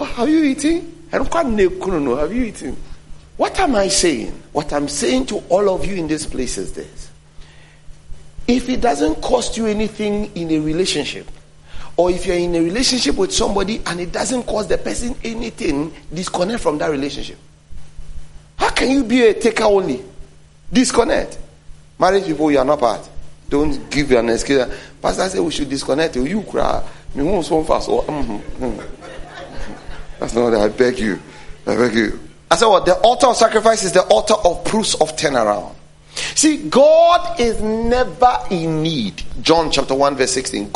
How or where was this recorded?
large echoing room